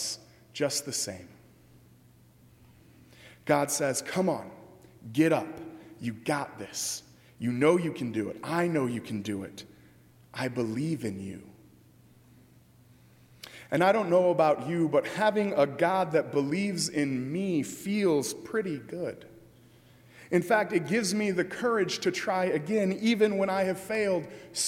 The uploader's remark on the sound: during the 10:00 AM service on Sunday December 30, 2018 at First Presbyterian Church of Arlington Heights, Illinois.